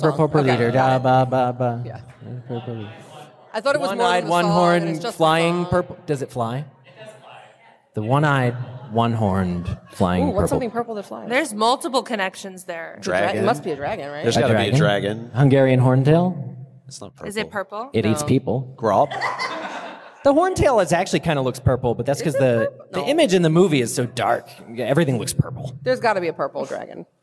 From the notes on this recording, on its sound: This LIVE recording from LeakyCon 2023 at McCormick Place in Chicago IL! Our audience-participatory mega show.